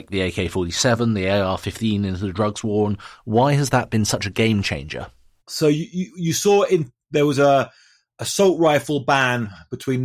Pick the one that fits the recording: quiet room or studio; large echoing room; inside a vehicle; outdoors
quiet room or studio